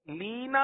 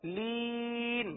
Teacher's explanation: حروف مدہ کے بعد جو نون پر زبر تھا اس کو ہم نے سکون میں تبدیل کر دیا وقف کی وجہ سے · Shown in: second take · Term: مد عارض